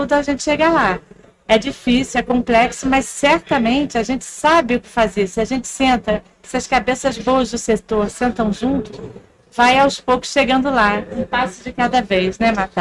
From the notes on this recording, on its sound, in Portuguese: Série Especial de podcasts gravados ao vivo durante o evento SENDI 2023 em Vitória - ES.